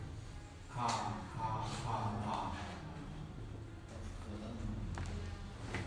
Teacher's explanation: La A es glotal, gutural, está atrás, acá atrás.